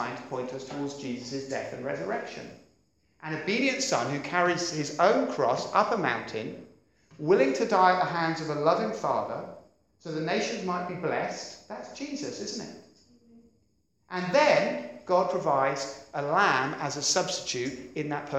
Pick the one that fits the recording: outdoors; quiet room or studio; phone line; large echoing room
large echoing room